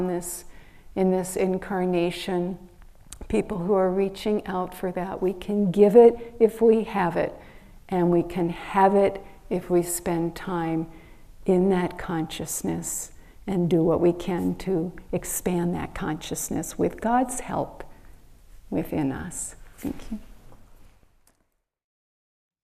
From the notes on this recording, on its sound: during a Sunday Service recorded at Ananda Village March 26th 2023.